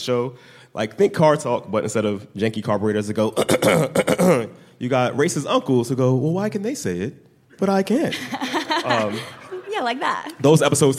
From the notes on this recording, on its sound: Excerpted from the Code Switch Live show at the Studebaker Theater in Chicago. Live from Chicago. This episode is excerpted from the Code Switch Live show at the Studebaker Theater in Chicago.